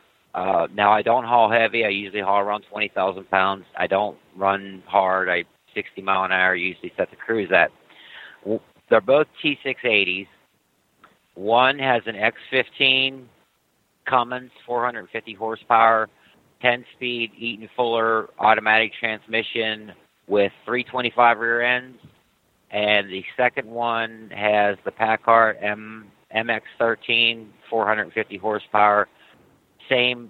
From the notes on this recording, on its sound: Call in Question and Answer Show.